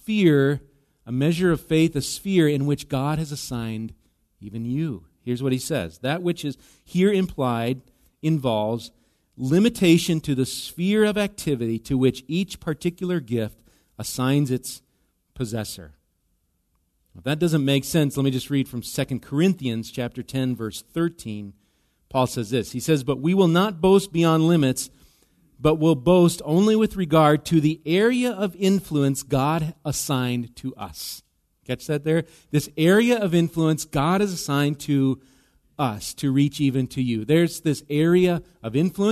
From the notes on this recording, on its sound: Recorded live at Bethany Bible Church on: 8/6/23. Bethany Radio is a production of Bethany Bible Church in LeRoy, MN.